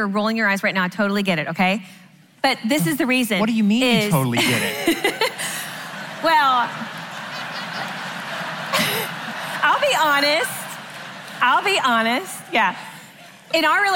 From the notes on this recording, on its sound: answer questions live at the XO Conference 2019